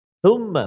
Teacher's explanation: duduk hujung lidah ha, di hujung lidah ha. Tha hujung lidah ha. keluar sikit